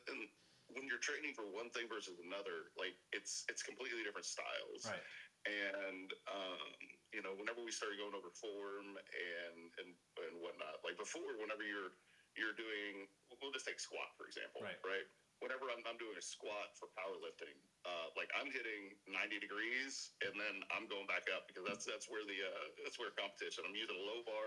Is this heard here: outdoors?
no